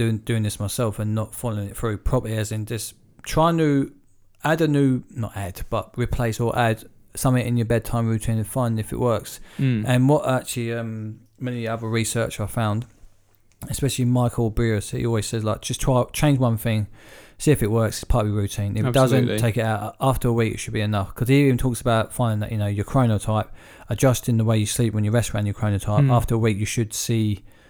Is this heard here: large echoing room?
no